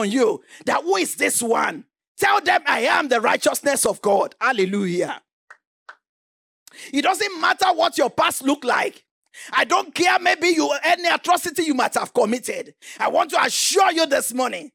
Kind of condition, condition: setting, large echoing room